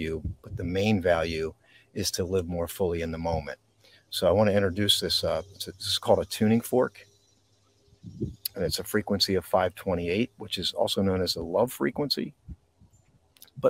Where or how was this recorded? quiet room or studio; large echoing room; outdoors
outdoors